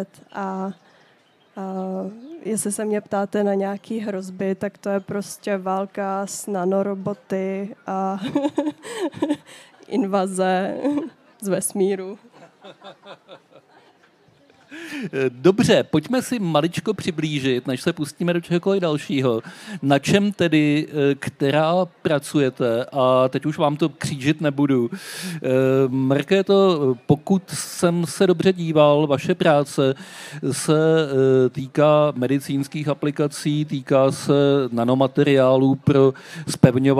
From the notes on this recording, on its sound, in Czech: v rámci festivalu Den Evropy na Střeleckém ostrově